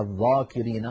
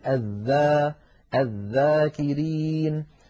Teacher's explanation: والذال حرف مستفل، لأنها ليست من حروف خص ضغط قض، فلا استعلاء ولا تفخيم في الذال · Shown in: second take · ذا ولا نقول الذا مثلا الذاكرين، بل نقول الذا الذاكرين.